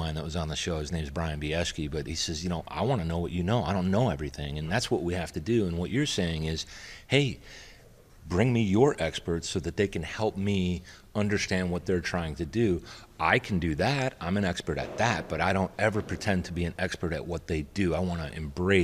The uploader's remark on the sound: from the Reliable Plant Conference 2023 in Orlando